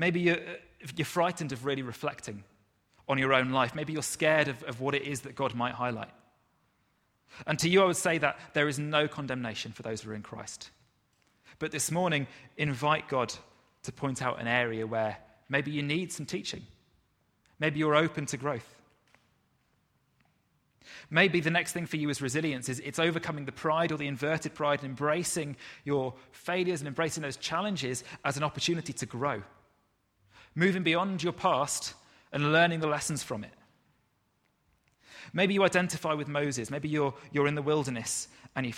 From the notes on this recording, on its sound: Recorded at freedomcentre church, Preston on Sunday 30th June 2019